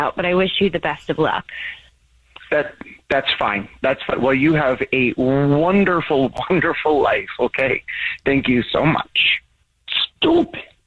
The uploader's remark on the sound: We get that other person on the phone to see why they're "ghosting". We have a guy on the phone.